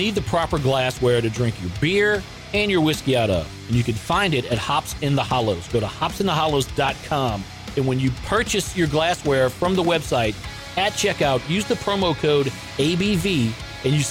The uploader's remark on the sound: Is at Sugarfiled Spirits in Gonzales, Louisiana. At the release of their 2023 Screw Cancer collaboration with the distillery.